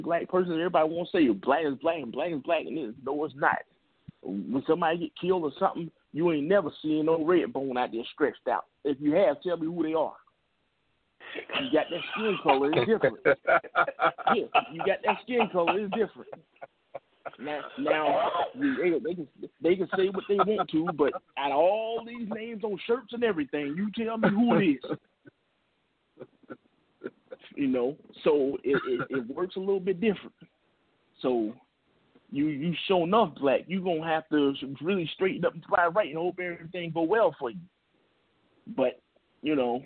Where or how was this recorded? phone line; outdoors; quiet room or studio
phone line